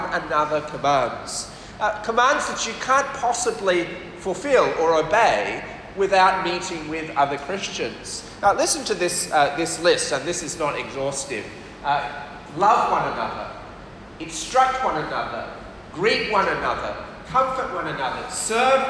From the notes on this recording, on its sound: This talk was delivered for USM PKA CF Camp on 28th February 2023.